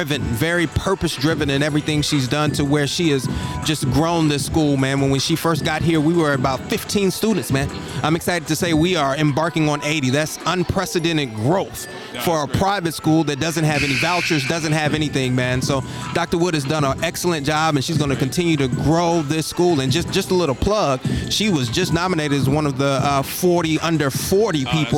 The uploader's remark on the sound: LIVE coverage of an FHJ Flames Basketball game